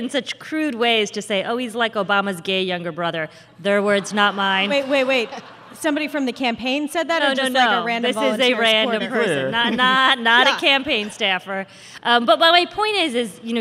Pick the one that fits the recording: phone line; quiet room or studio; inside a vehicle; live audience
live audience